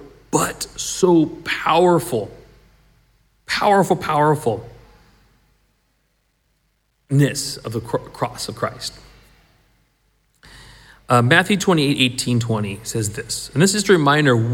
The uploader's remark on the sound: This was recorded at the last Sunday meeting at the Shotts